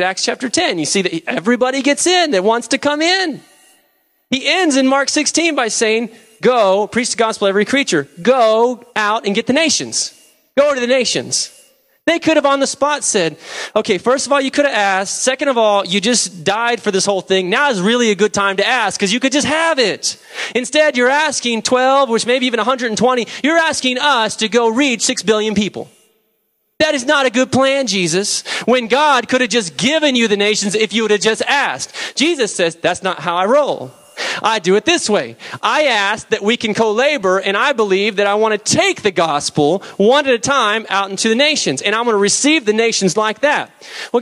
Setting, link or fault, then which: setting, large echoing room